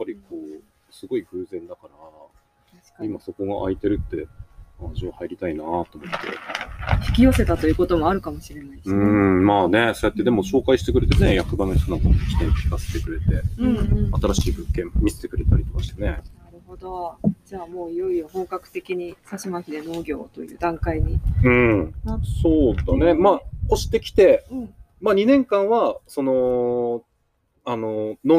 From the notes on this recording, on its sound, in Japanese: 今回は田沢湖刺巻ののどかな里山風景を眺めながら、贅沢な収録を行いました。